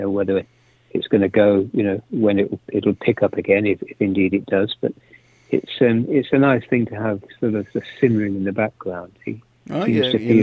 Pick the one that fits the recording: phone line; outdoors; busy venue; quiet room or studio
phone line